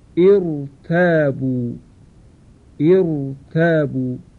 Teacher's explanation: در سوره نور آیه 50 داریم، ارتابو ارتابو، اینجا نیز را ساکن هست، ما قبلش همزه وصل قرار گرفته و مکسوره، ولی استثناءً این رای ساکن چون ما قبلش همزه وصل مکسور هست تفخیم می شود، ترقیق نمی شود. لذا می خوانیم ارتابو ارتابو.